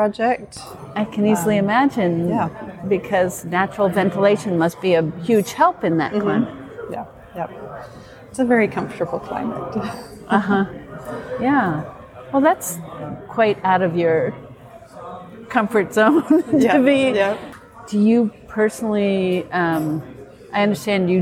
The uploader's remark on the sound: In this special bonus episode recorded at the PhiusCon 2023.